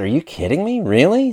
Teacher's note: I'm using the upward intonation.